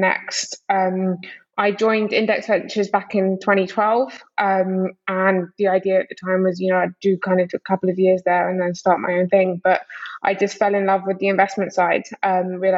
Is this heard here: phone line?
no